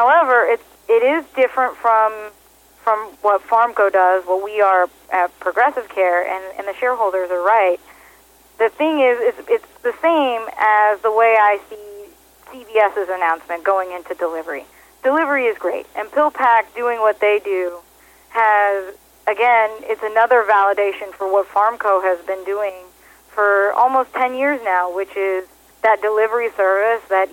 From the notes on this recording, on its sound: called in to SmallCapVoice.